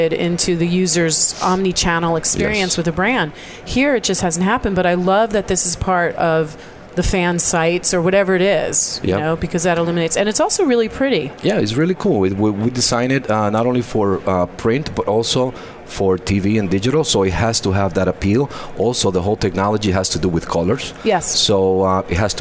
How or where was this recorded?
busy venue